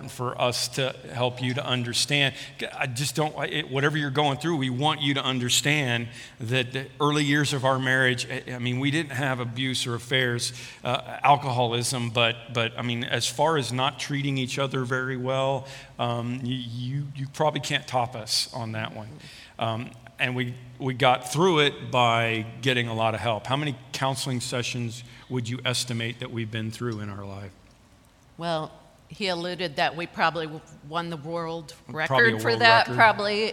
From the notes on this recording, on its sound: This podcast is a recording from a weekend service at Parkview Christian Church.